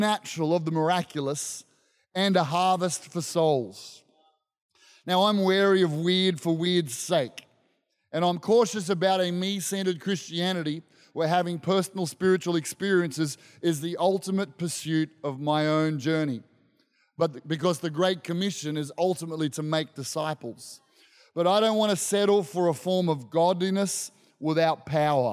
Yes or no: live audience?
yes